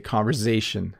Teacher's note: In my area of Ontario, Canada, when we say conversation, it sounds like a Z. · Term: Z sound